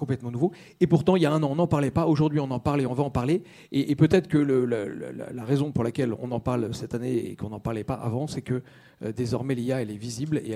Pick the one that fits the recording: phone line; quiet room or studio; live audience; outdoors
live audience